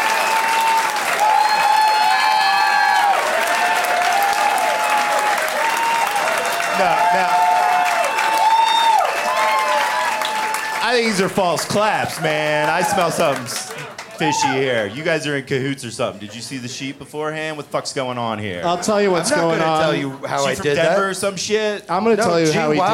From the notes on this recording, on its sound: Live from Comedy Works in Denver.